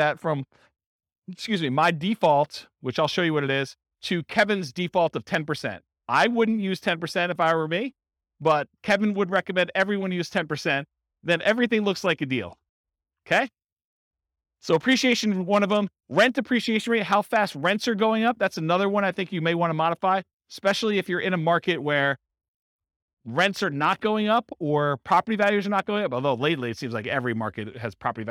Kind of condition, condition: setting, live audience